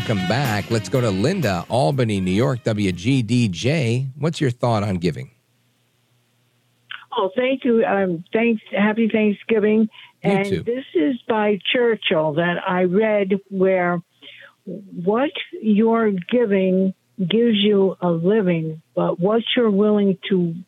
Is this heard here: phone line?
yes